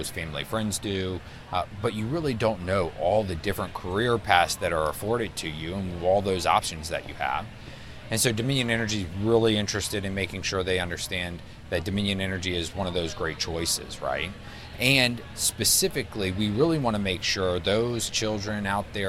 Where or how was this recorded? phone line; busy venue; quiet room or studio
busy venue